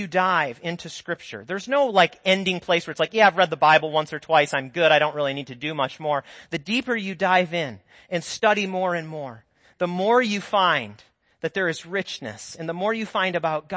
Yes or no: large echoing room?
yes